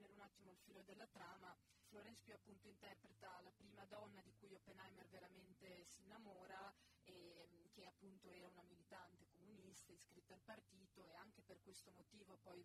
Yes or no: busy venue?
yes